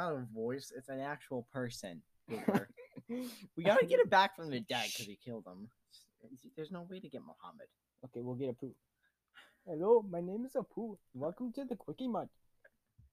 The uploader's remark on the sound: Mic Cancer* not for the faint of heart! The mic was 20 years old and works like a vibrator so every time you touch the table it goes cracking and it be bad.